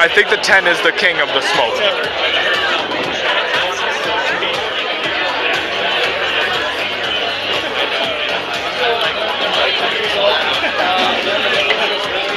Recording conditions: busy venue